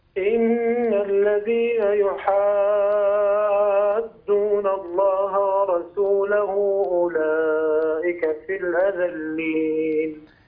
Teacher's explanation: الغنة فيها عندك أنقص مما ينبغي أن تكون عليه، طول الغنة قليلا.